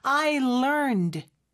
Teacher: 그런데 거기에 이제 ed가 붙잖아요. 그럼 살짝 거기에 d 소리만 들어가는데 I learned 이렇게 크게 나지는 않아요